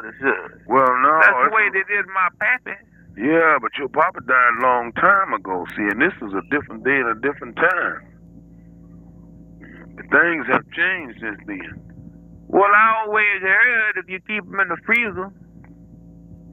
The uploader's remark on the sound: RBCP's Personal Prank Phone Calls Collection